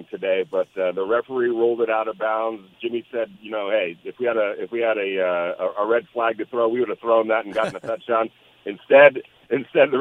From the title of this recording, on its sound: LIVE FROM JOINT PRACTICE IN LA